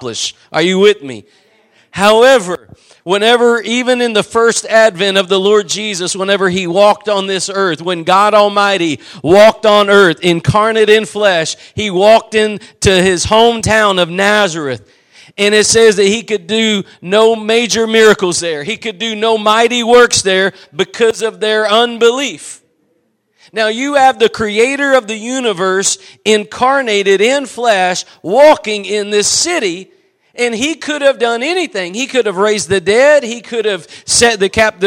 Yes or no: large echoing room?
yes